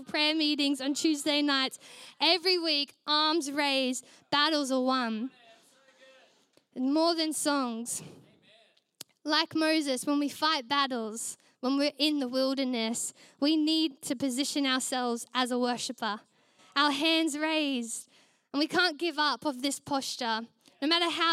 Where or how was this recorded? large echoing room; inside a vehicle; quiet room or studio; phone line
large echoing room